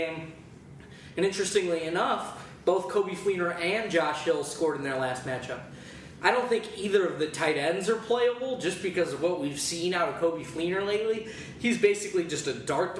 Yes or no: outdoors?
no